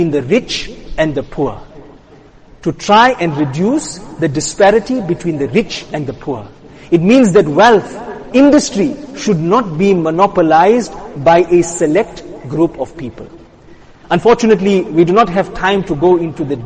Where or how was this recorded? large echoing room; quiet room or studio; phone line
large echoing room